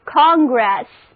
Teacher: 字母 O 发 O 的音， N 发 N 的后鼻音